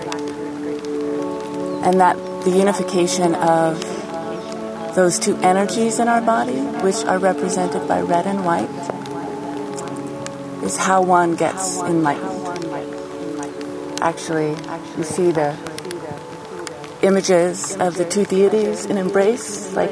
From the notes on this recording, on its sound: Field recordings and impressionist snapshots collected while canoeing down the Green River in Utah thru Canyonlands Nation Park